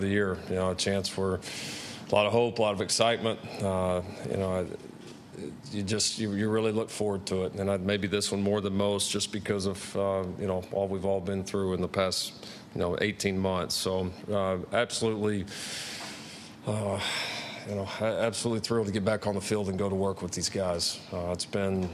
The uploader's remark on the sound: Media Day Press Conference